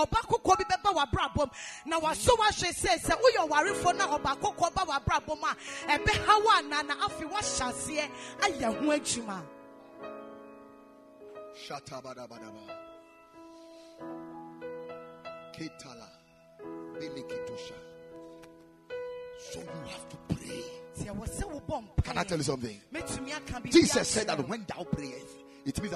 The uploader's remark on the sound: Preached at the Ekklesia Chapel